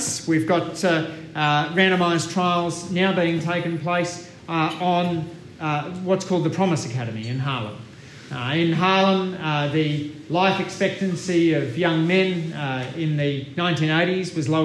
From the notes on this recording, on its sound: This talk was delivered at the launch of the Association for Inter-disciplinary Meta-research and Open Science on 7 November 2019 at the University of Melbourne